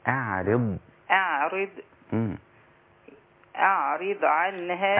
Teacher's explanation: الألف والعين رقيقة والراء أيضا مكسورة رقيقة، والضاد هنا ساكنة باستطالتها